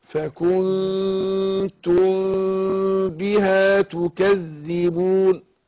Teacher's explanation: الميم الساكنة لما يجي بعدها الباء بنخفي الميم عند الباء · Term: إخفاء الشفوي